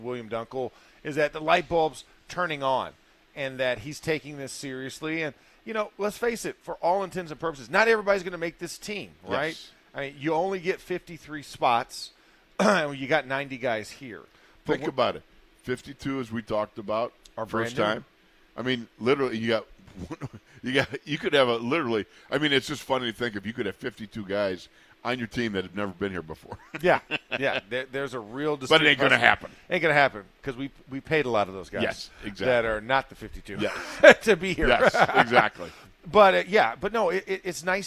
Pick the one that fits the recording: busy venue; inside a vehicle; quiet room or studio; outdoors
busy venue